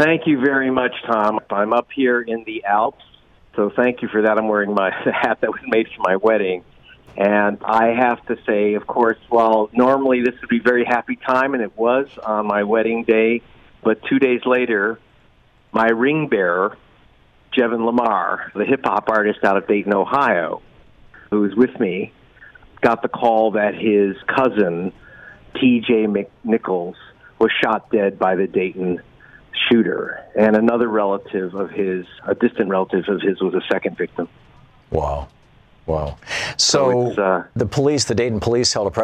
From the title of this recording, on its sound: Diverse callers across the nation